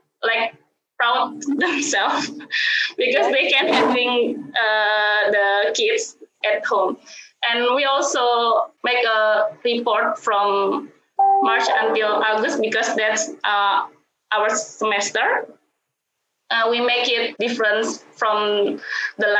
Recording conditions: video call